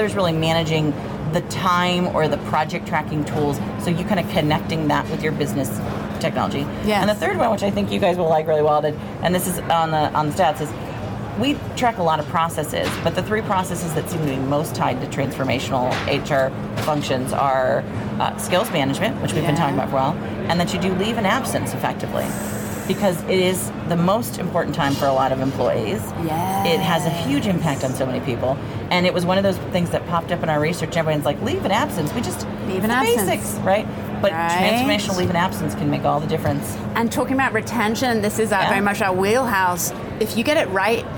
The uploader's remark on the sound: Unum took its Gartner Marketing Award-winning HR Trends podcast studio on the road (again) to the 2023 HR Technology Conference & Exposition , held October 10–13 in Las Vegas.